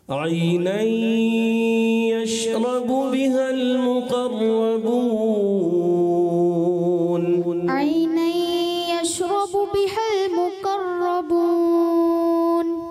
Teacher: غنے کی ادائیگی پوری کریں تھوڑا لمبا کر کے